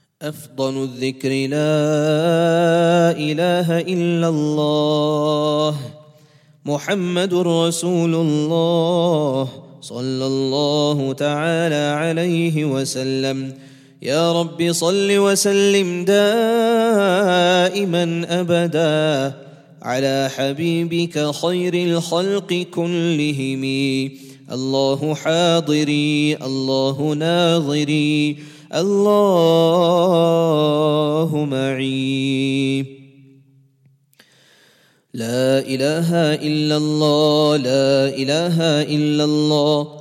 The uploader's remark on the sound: at the Houghton Masjid (West Street)